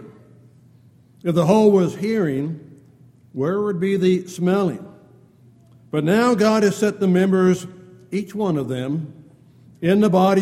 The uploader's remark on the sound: Downtown Church Of Christ Audio Sermon